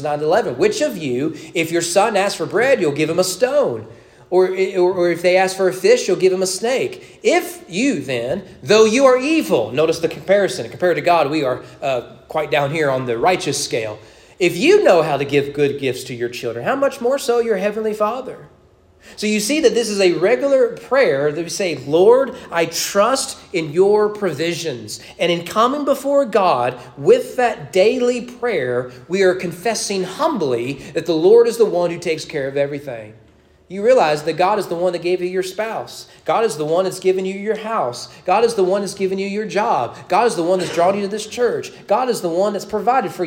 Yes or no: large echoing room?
yes